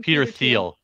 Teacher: sometimes you drop like the th sound and it just becomes a t sound